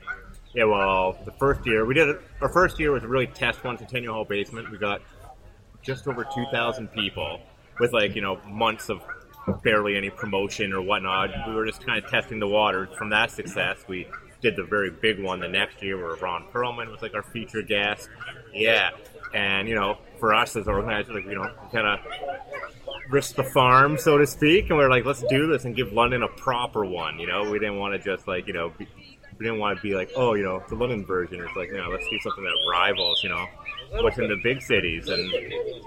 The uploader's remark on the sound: The interviews we conducted during Star Wars Day at Storybook Gardens, and our first live episode! It was so much fun to hang out and turn a small corner of London into the galaxy far, far away for just one day. (The audio may be a little rough at points - bear with us as we work out the kinks of recording live!).